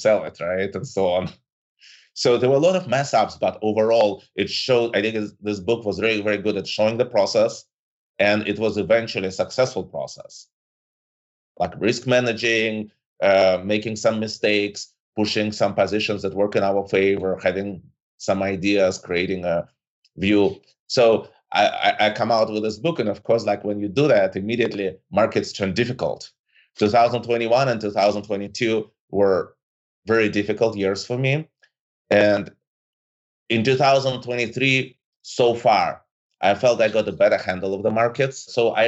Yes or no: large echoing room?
no